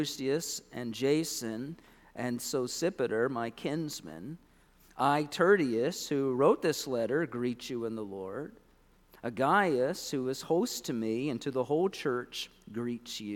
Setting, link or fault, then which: setting, large echoing room